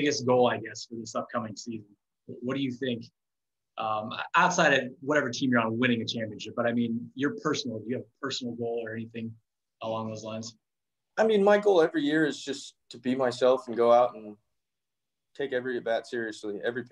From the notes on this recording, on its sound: Via Zoom.